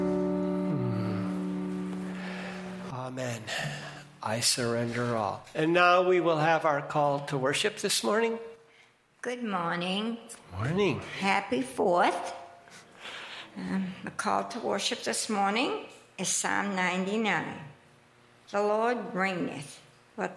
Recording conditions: large echoing room